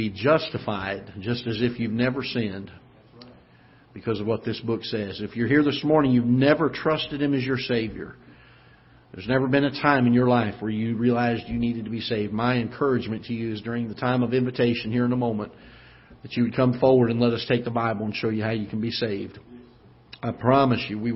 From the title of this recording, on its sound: Ketha Heights Baptist Church ~ Live Broadcast